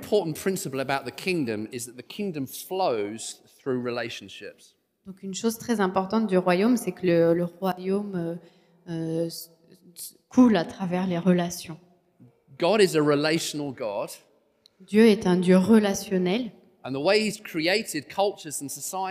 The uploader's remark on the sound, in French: Enregistré à l'église CVV